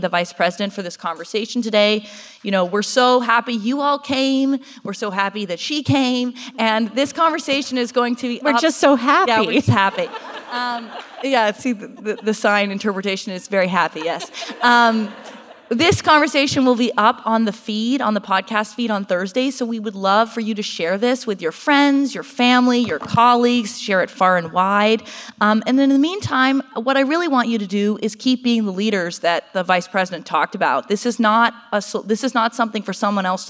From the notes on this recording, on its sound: This is our first appearance in front of a live audience!